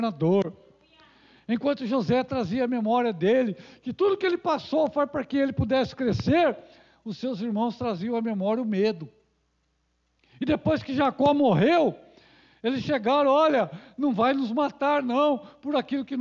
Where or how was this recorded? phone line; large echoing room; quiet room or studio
large echoing room